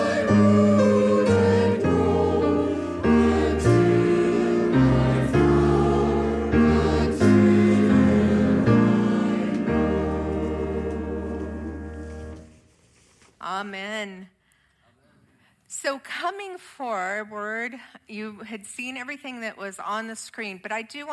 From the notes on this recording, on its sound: Audio of our worship service on Mother's Day, 5/24/23. Streamed live from our campus in Westlake Village, CA.